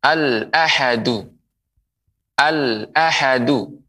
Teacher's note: Jadi pengucapan al di sini ketika setelah alif lam bertemu dengan hamzah ataupun alif ya maka harus dibaca dengan jelas